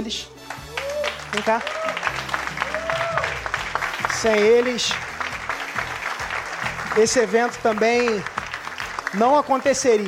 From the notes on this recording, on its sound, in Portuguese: Assista essa palestra exclusiva realizada no Acelerador Ao Vivo 2015.